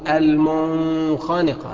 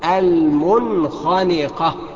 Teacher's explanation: تنطق هكذا بإظهار النون من الخاء · Shown in: second take